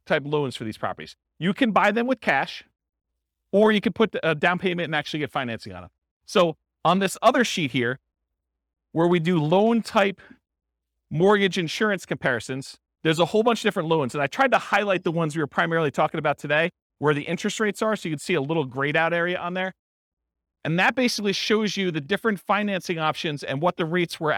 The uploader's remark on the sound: This was a live class recorded